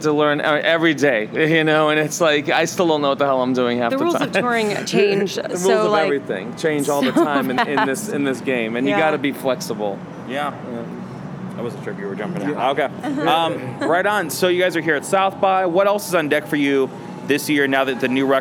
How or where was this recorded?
busy venue